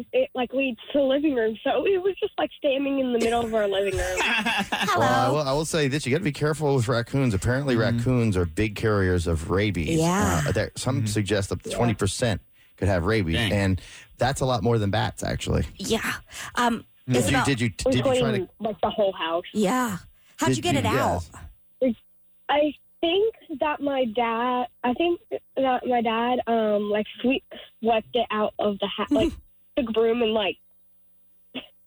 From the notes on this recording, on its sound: A bunch of people called in to tell us their horror and/or comedy stories!